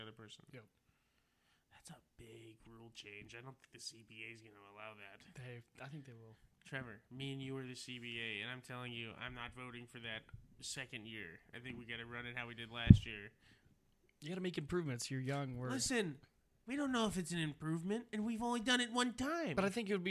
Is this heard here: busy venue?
no